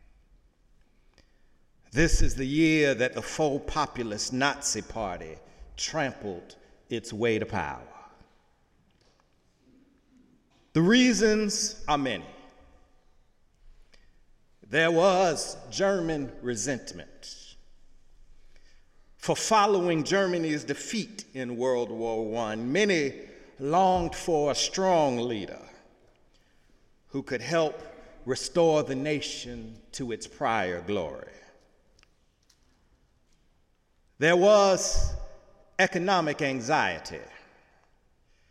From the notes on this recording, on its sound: Sunday sermon December 3, 2017 in the Memorial Church of Harvard University.